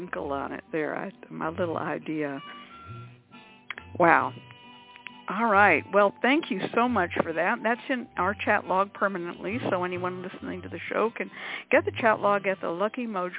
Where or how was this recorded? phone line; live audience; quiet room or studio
phone line